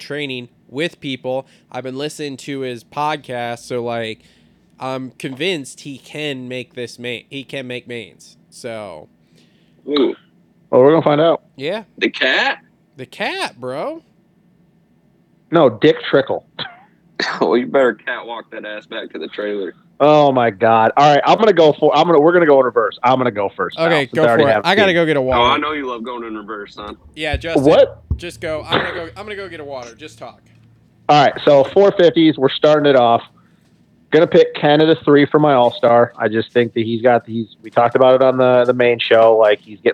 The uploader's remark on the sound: jump on the phone